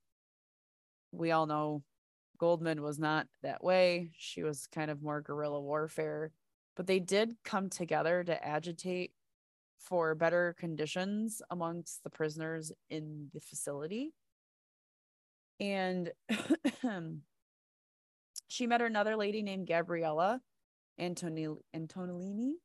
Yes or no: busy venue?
no